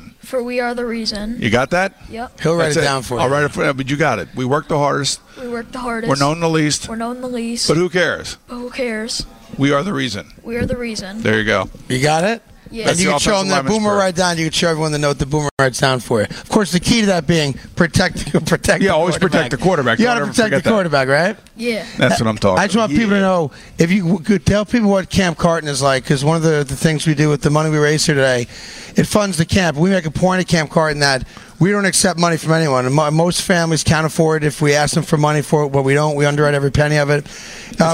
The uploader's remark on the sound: The guys were live from Trump National Golf Club in Briarcliff Manor.